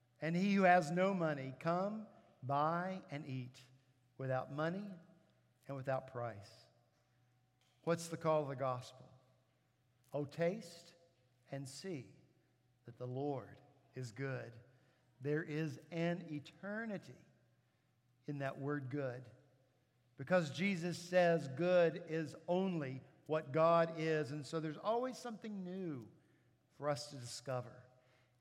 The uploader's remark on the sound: At Redeemer Presbyterian Church in Charleston, SC